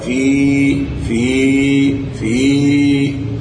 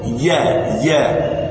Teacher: الياء الأولى مخرجها الجوف، الياء الثانية مخرجها وسط اللسان